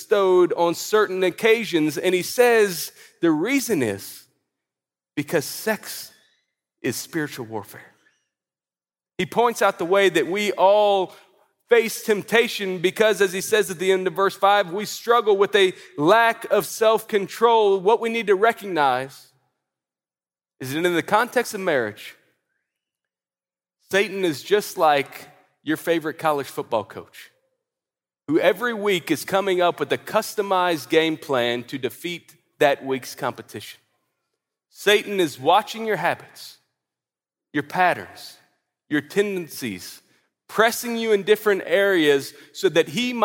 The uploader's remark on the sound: At the ERLC’s National Conference